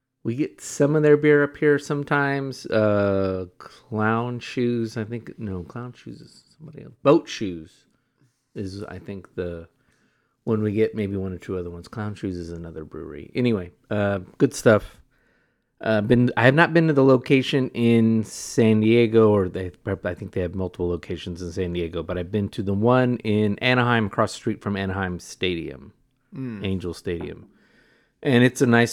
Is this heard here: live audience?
no